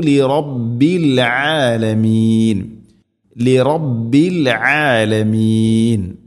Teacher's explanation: ആലമീൻ എന്നതിലെ ഐന് തൊണ്ടയുടെ മധ്യഭാഗമാണ് മഖ്റജ്